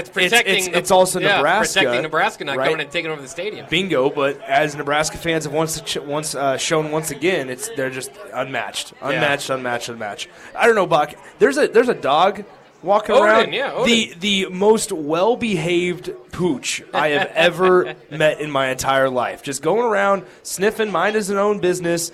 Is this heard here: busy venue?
yes